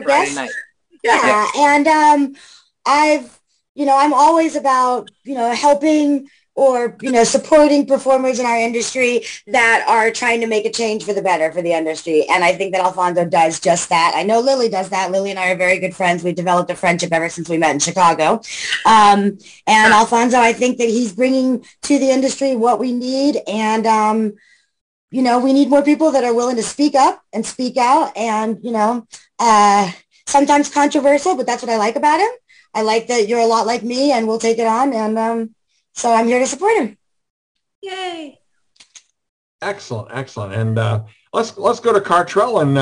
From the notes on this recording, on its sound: Zoom Show